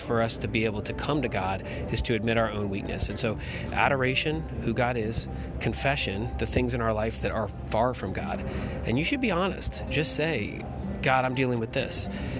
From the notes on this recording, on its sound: sorry for the background noise - I was in an airport